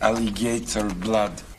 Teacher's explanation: So Russian-speaking English will sometimes stick a little y sound in.